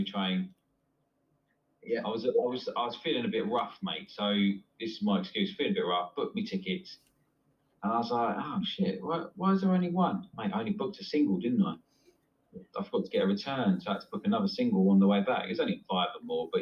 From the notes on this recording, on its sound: Major technical difficulties has probably ruined this episode.